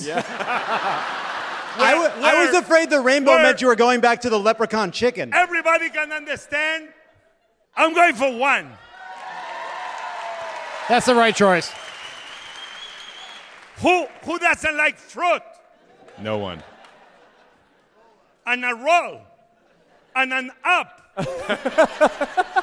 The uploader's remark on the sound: Live from DC! Live in Washington, DC!